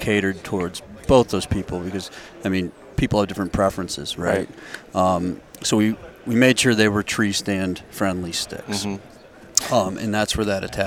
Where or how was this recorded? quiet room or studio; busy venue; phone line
busy venue